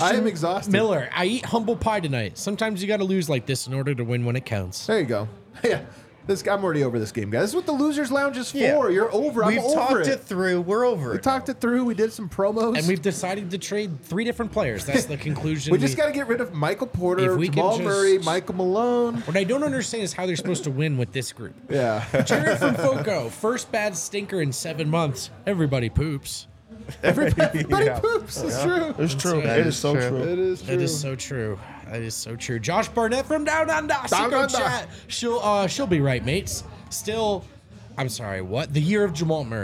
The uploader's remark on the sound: LIVE from the DNVR Bar